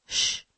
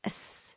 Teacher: the Ephraimites could not say the SH sound, sh. All they could say was the S sound, S. So the Gileadites tested every person by requiring him to say the word Shibboleth, which means either an ear of corn, or it can also mean river.